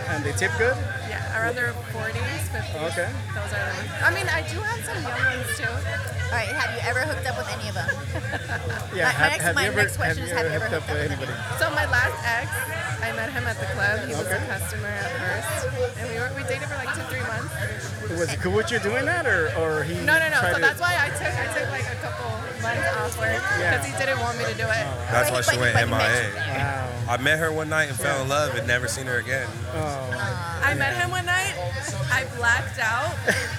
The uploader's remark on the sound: recorded at Athena's, a lifestyle swinger hideaway